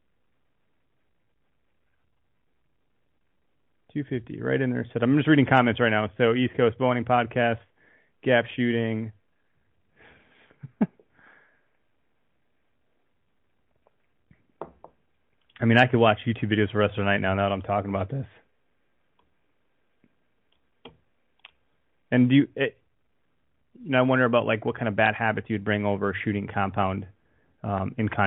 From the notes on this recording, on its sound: Eventually a couple callers call in from IL and the East Coast